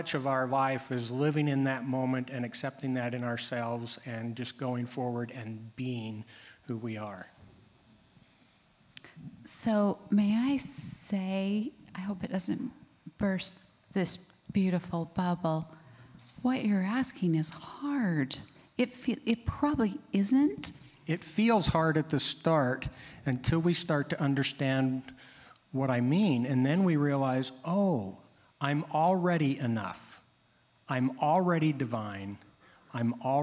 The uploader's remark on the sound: In this episode our amazing advisory board discusses wholeness at our LIVE event.